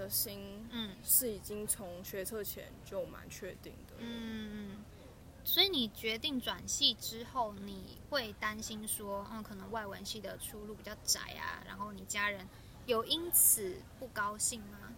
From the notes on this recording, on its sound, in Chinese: 不得已在戶外錄音，聲音品質請大家包涵ＱＱ